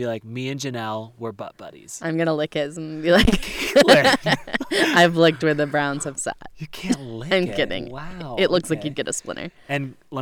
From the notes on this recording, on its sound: Live from the Holy Ground: Coyote Pass and brought to you by THE red picnic table!